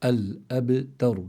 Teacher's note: الأبتر، لكن منأكد أنه تفخيم الراء لا يستدعي تفخيم التاء، فإذا الإنسان بده يحافظ على ترقيق التاء ثم تفخيم الراء الذي بعدها